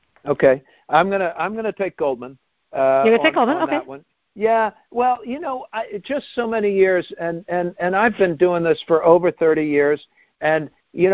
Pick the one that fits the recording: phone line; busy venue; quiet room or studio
phone line